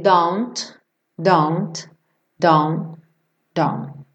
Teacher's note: eu tanto posso fazer don't com um T bem marcado, como eu posso ir reduzindo ele don't, don't, don't, don't e você nem escuta mais o T. · Term: consoante oclusiva